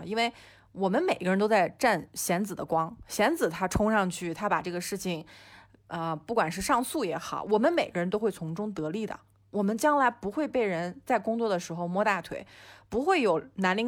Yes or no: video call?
no